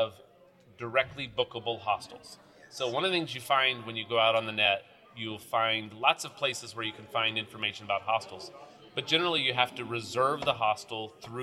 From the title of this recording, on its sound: At The American Hostel Conference